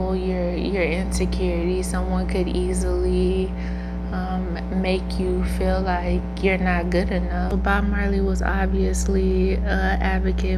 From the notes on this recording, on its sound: Sorry, y'all for the buzz in the background but I didn't want to rerecord.